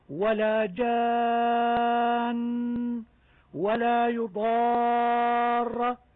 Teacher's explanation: المد العارض للسكون المنتهي بحرف مشدد، ولا جان ولا يضار، يمد على ست حركات فقط وصلا ووقفا